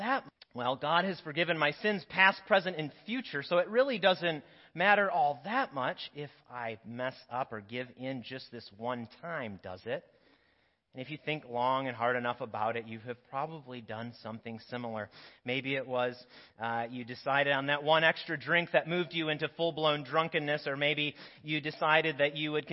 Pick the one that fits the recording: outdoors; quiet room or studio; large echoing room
large echoing room